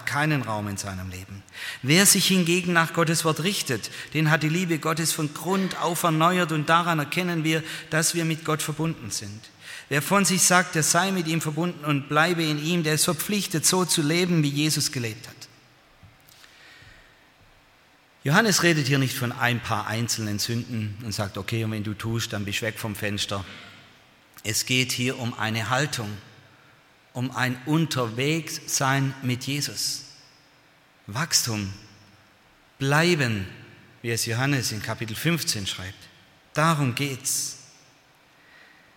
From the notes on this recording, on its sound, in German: aus dem Gottesdienst der Liebenzeller Mission